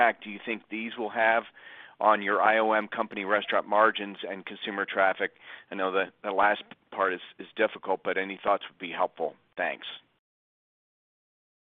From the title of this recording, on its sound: Earnings Conference Call